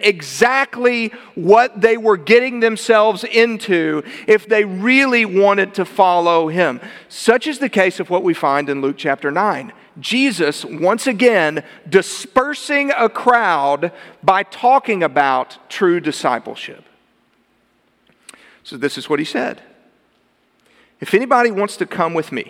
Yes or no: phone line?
no